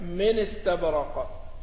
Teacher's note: هي من ينقل الحركة تصبح النون مكسورة · بنقل حركة الهمزة إلى النون وإسقاط الهمزة